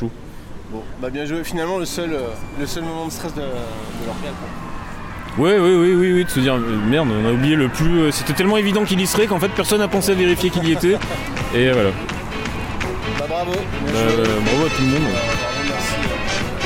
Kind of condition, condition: setting, outdoors